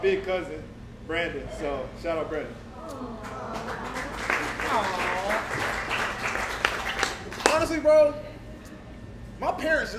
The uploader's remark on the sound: Hosted a live show after the Spring Game. They set up a laptop so those who couldn't make it could be part of the special night!